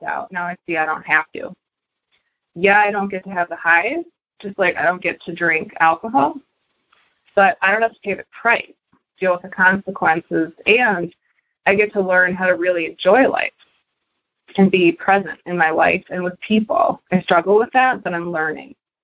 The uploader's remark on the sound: Noon Phone Speaker Meeting